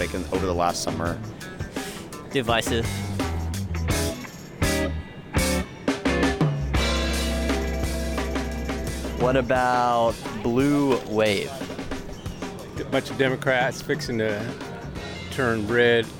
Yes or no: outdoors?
yes